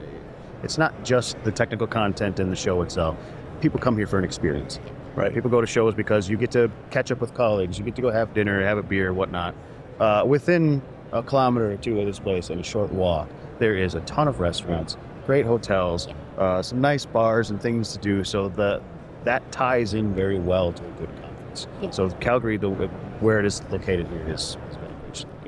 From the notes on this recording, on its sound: Live From CanREA – Renewables Go Big In Canada At ETC23! We had a couple of conversations on the floor with a number of companies.